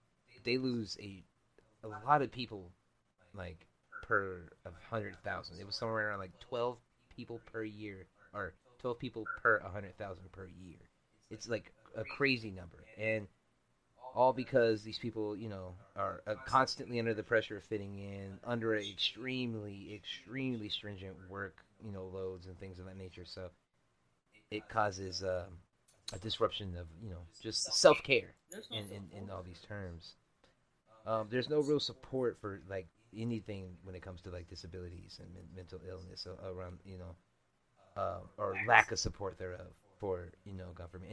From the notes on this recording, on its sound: Apologies on the Episode Quality, and the Echo everyone, we had a plethora of technical difficulties during this one